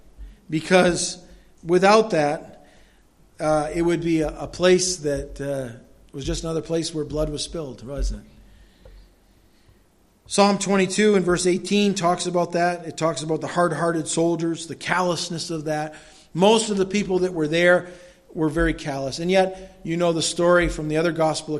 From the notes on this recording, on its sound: Delivered at Madawaska Gospel Church.